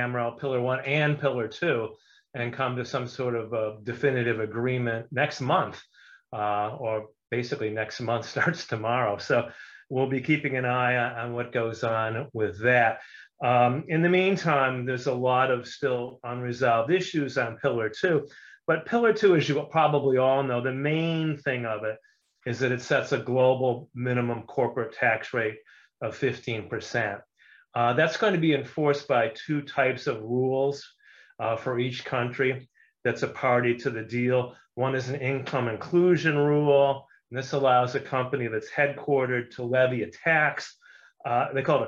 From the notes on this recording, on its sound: For those joining us on Zoom. Welcome to another live stream from us at HTJ.tax.